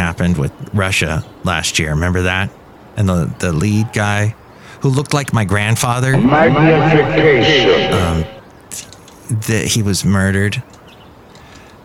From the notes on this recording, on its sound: podcasts live from Café Anyway